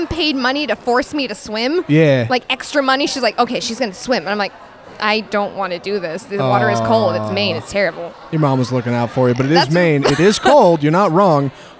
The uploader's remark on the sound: go live from Camp Our Way in Trinity, Texas